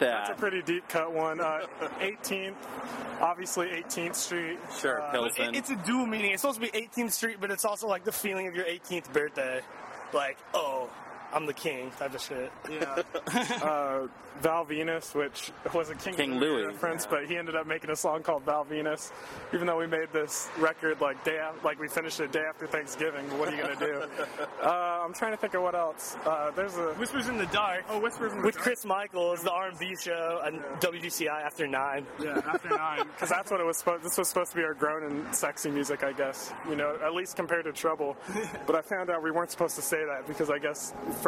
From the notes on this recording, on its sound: In an interview recorded onsite at their recent Empty Bottle show.